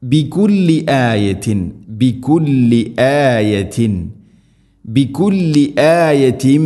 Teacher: തൻവീന് ശേഷം മീം, തൻവീനിനെ മീമിലേക്ക് ഇദ്ഗാം ചെയ്ത് മണിച്ചുകൊണ്ട് ഉച്ചരിക്കണം.